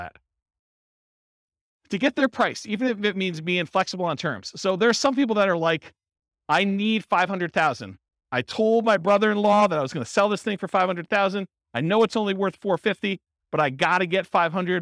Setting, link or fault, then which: setting, live audience